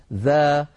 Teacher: فلا استعلاء ولا تفخيم في الذال · Term: مستفل